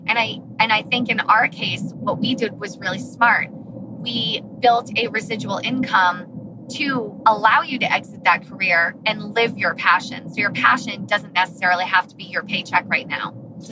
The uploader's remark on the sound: Car Edition